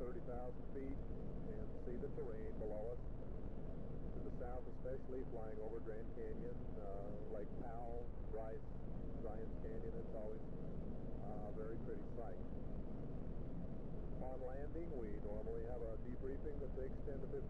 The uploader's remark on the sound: Driving home from work.